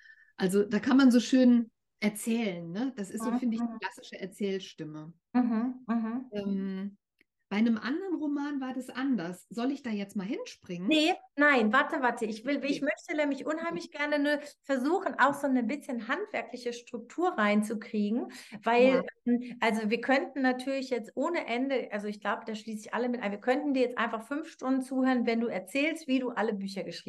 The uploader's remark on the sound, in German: Der Ton ist manchmal etwas wackelig, weil dieses Gespräch im Zoom-Meeting statt gefunden hat. Es ist aber immer alles gut zu verstehen.